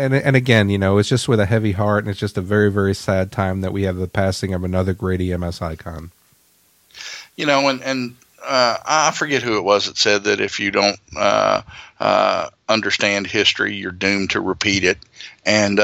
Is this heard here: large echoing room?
no